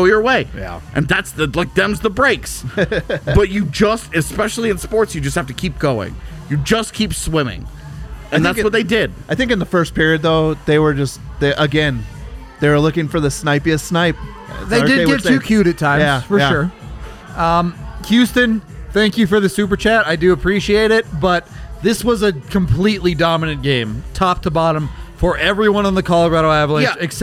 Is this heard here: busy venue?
yes